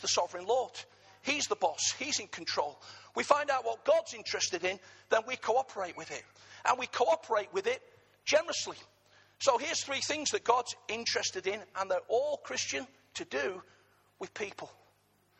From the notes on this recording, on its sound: Arena Church Ilkeston.